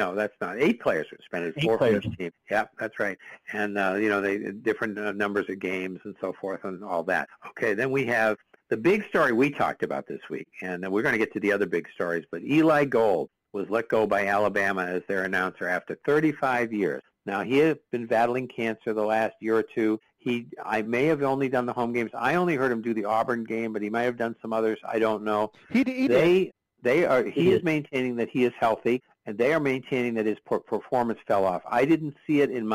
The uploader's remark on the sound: We talk all things sports and take your live calls.